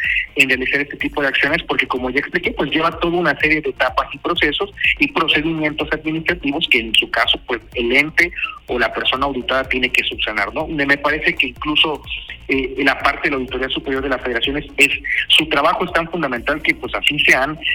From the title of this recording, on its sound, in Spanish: Entrevista telefónica